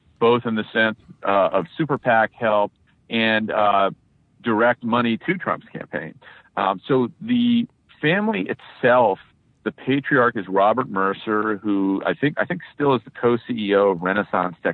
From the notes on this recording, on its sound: He was on a cell phone in a Washington D.C. Area garage, so the audio is mostly good.